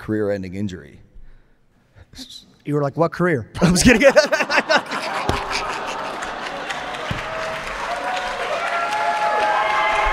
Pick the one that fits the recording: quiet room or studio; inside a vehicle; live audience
live audience